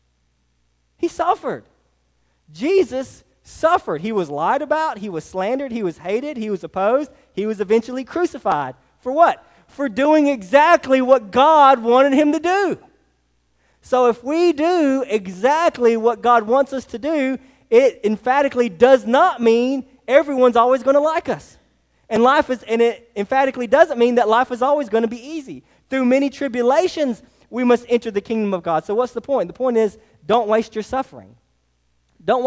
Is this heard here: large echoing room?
yes